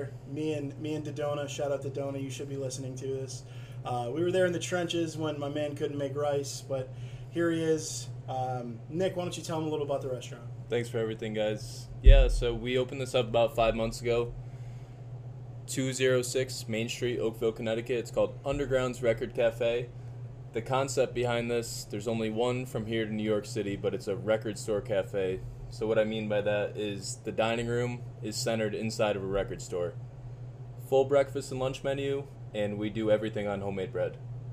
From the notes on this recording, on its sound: Take a trip to Undergrounds Record Cafe. He shows us his restaurant and cooks us each an item from the wide-ranging menu.